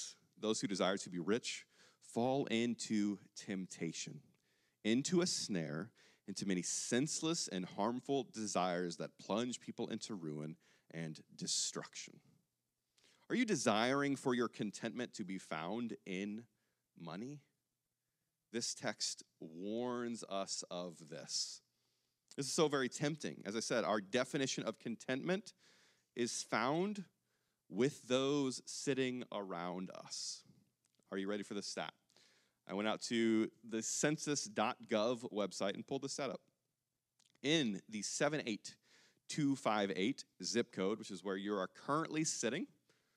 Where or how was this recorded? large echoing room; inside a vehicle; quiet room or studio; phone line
large echoing room